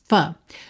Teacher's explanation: o F é feito, ó, com lábio inferior nos dentes de cima